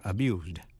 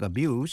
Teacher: động từ abuse phát với âm Z, danh từ abuse phát với âm S